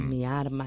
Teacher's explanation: la alteración de la R implosiva, cuando decimos mi arma en lugar de mi alma